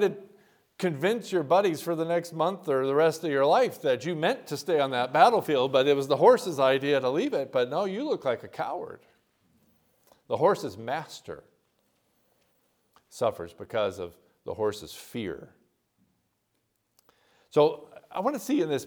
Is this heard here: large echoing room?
yes